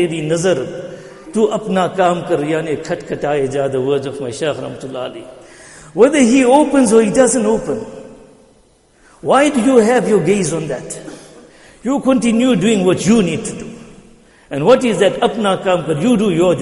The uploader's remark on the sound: Jumuah lecture